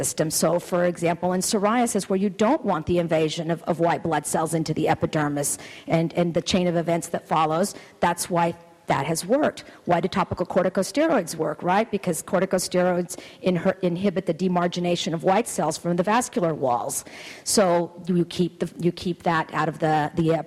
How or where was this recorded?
busy venue